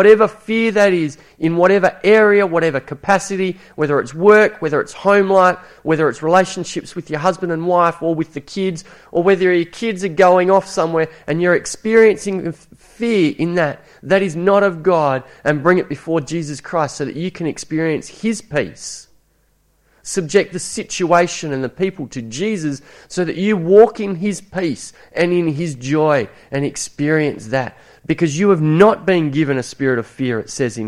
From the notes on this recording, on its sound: It was preached at Esperance Church of Christ on a monthly basis.